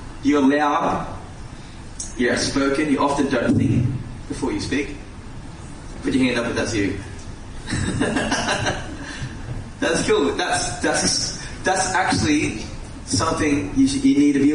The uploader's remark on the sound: Live question and answer sessions LIVE from Port Macquarie Luminosity Youth Summit.